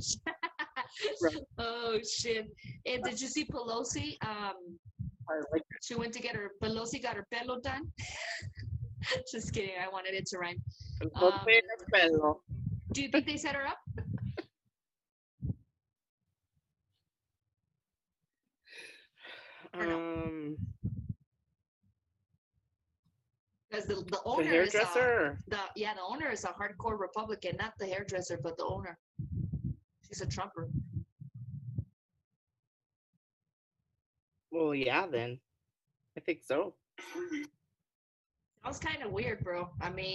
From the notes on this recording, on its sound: Technical Difficulties... Sorry about your ears...